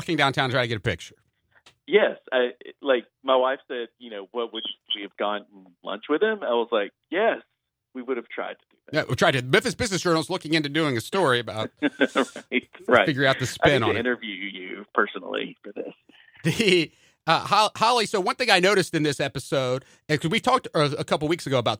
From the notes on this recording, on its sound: call in for an update